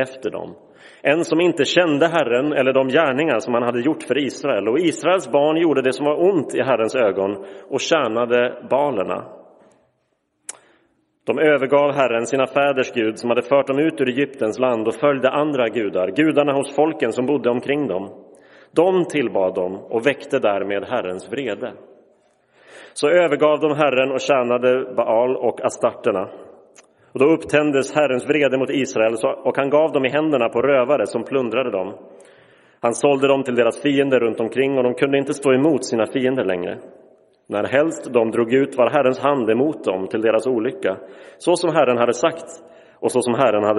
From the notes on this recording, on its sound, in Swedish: Inspelad i Roseniuskyrkan den 8 januari 2023.